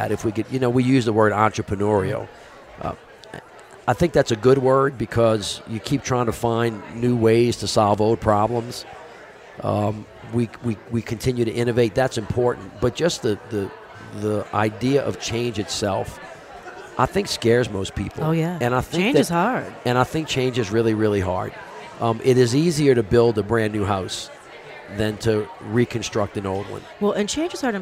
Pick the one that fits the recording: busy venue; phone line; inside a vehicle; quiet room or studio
busy venue